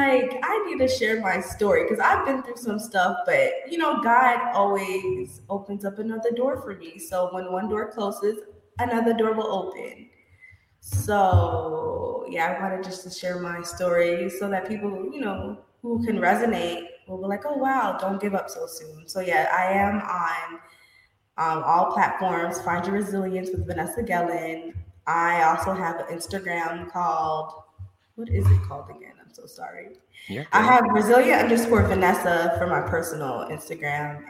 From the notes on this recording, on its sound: Please forgive me for this episode's audio issues. This episode had a lot of echoing and feedback that was difficult to resolve.